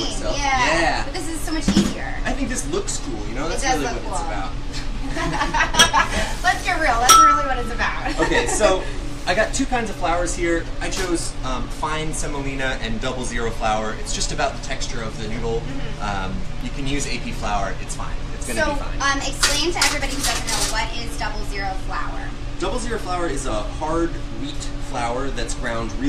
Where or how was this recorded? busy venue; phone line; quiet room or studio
busy venue